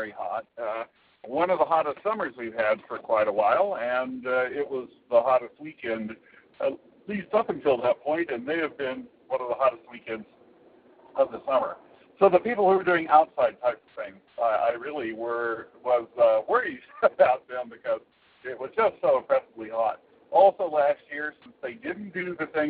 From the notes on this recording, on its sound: phones in a show after visiting Maker Faire: Kansas